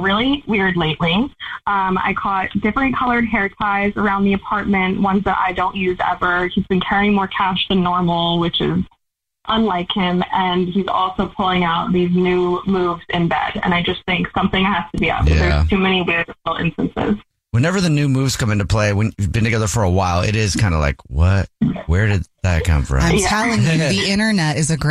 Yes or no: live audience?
no